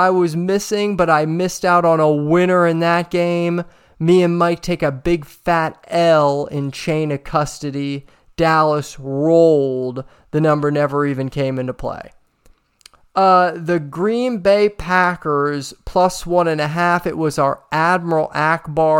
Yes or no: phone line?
no